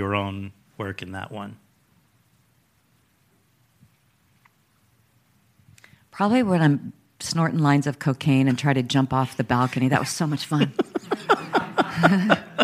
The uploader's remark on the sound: In front of an audience at the Karlovy Vary International Film Festival